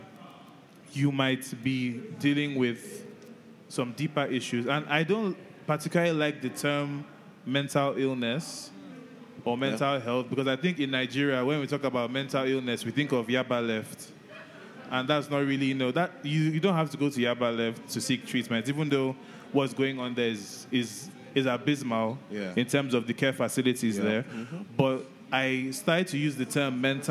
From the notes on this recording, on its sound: Our first-ever live show was such an amazing experience and we were honoured to be given this platform at Social Media Week Lagos